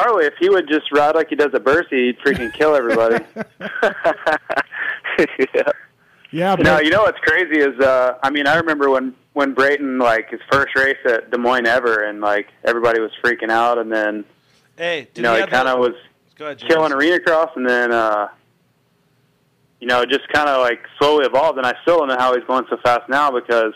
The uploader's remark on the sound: Surprise call in guest